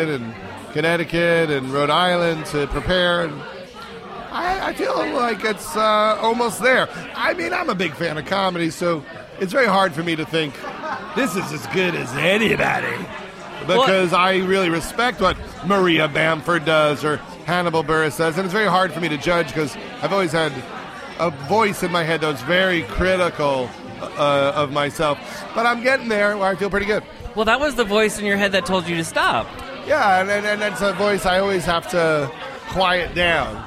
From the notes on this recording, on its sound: recording at Just For Laughs in Montreal